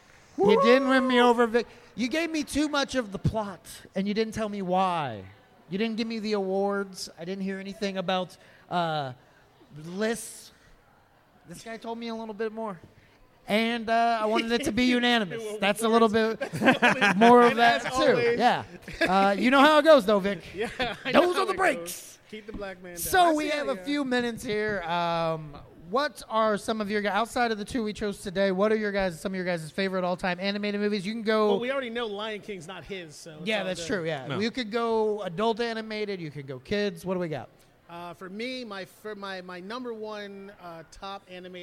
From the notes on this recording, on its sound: LIVE from Indy PopCon. The guys go live in front of an audience for the first time.